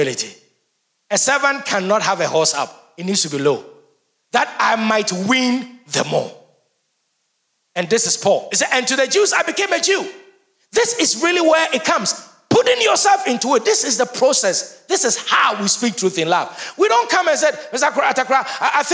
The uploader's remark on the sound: Sermon preached at CBC Shiashie Campus